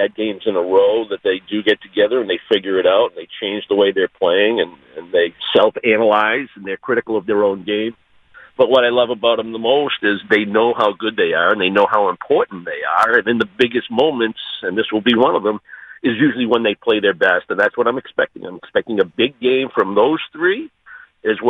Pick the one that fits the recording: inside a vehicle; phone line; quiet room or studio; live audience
phone line